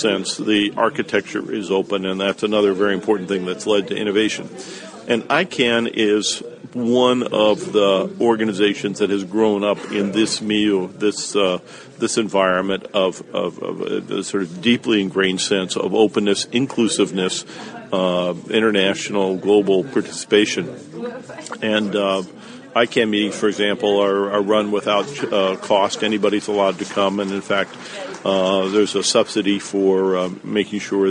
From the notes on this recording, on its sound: This interview was made while at the Netexplorateur Forum 2011